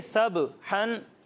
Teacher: बा की आवाज़ लौटती हुई महसूस हो रही है ना, ये है कलकला